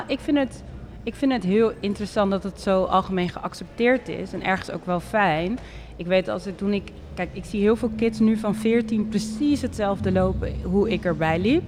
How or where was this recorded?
busy venue